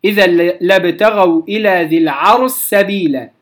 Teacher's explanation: ثم قال وعند سبيلا شين ذي العرش مدغم، أي أن الشين تدغم في سين سبيلا